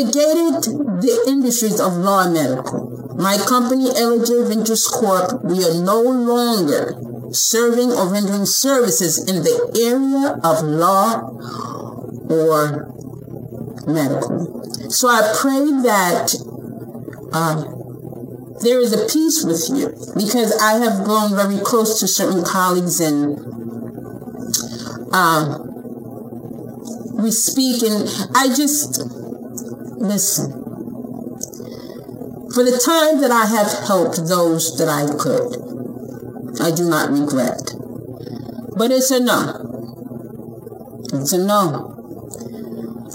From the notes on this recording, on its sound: Please excuse the sound quality. My mic/speakers are blown and thus I am working on getting new equipment.